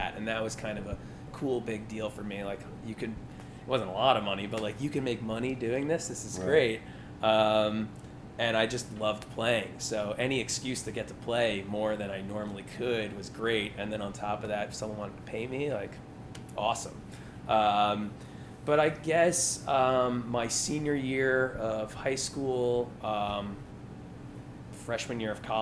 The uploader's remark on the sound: This magic took place late night the Sunday before Labor Day, at an official afterparty for North Coast Music Festival.